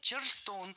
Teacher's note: Ударение в этом слове должно падать на второй слог.